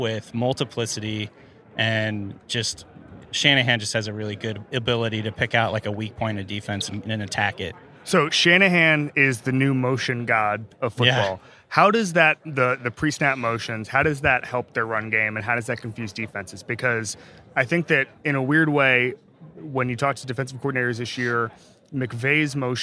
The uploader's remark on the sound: The NFL Show Live From Miami. We’re live at radio row in Miami.